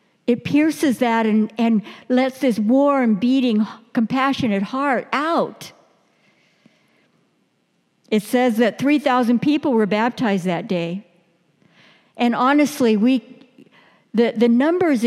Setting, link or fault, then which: setting, large echoing room